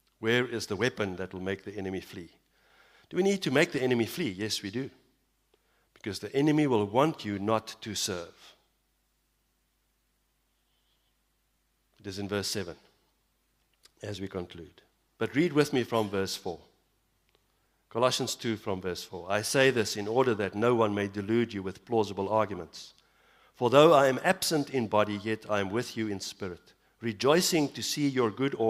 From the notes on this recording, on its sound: Evening Worship Service - 18 September 2022